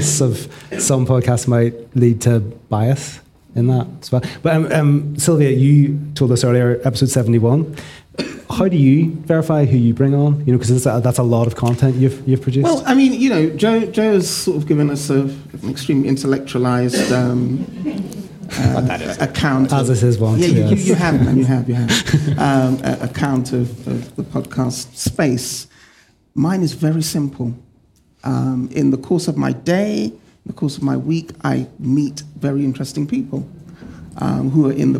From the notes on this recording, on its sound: This very special episode was recorded live in front of an audience on Monday 12 June, ahead of the BASW UK conference at Conference Aston in Birmingham.